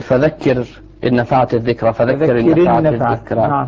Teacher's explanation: تكون الراء إذا وقفنا عليها مرققة وإذا وصلناها مرققة وأيضا إذا وصلناها مرقبة لأنها تبقى مكسورة في الحالتين فذكر جميل. · Term: ترقيق